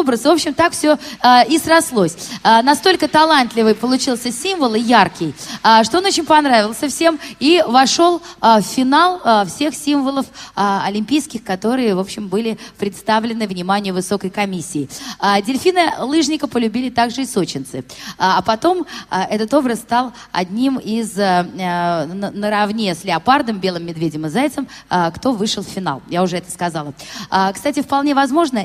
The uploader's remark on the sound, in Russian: Аудиозапись гала-концерта IV Международного фестиваля «Белая трость». Трансляция этого мероприятия была в прямом эфире «Радио ВОС».